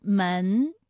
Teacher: 它的前鼻韵母是恩